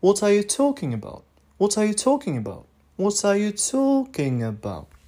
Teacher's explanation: Например, в вопросе «What are you talking about?» «What are you talking about?» Слово «talking» является контентным, то есть самым главным словом, центральным словом. А значит, это слово talking произносится с наивысшим тоном ударения